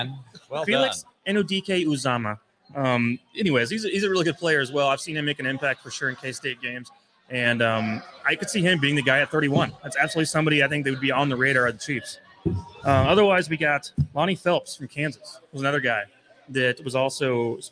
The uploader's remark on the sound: Chiefs Draft Buzz LIVE at Limitless Brewery.